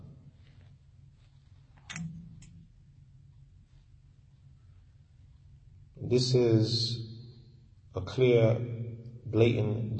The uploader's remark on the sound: Lecture given at Masjid Nur Allah, Queens, NY